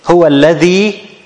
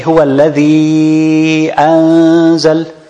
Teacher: it's obvious that I extended more than 2. Why? Because it's followed by Hamza, even though the Hamza comes in a separate word. · Shown in: second take · But still immediately following the lara of mad.